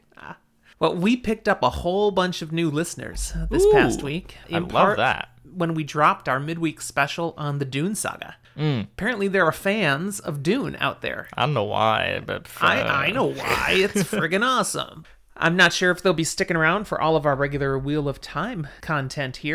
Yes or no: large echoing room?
no